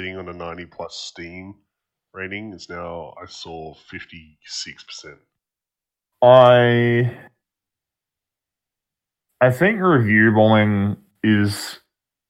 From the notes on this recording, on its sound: This is a trial for our new format so the audio may not be the best but we are looking into it moving forward.